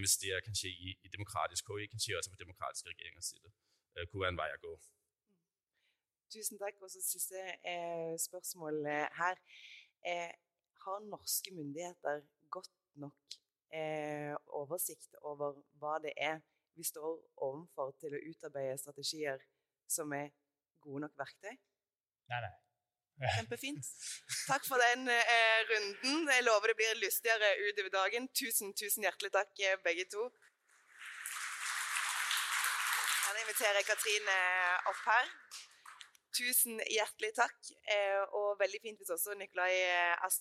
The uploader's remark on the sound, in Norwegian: Episoden er et utdrag fra panelsamtalene fra Demokratifrokosten i regi av UiO:Demokrati.